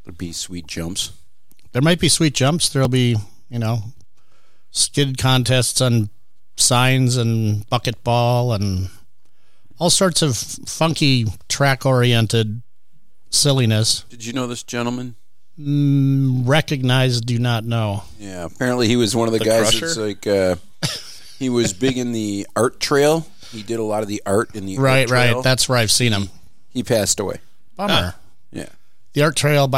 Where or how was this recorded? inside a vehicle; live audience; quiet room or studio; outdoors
quiet room or studio